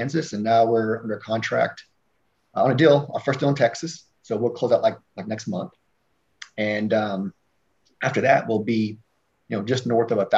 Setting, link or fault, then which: link, video call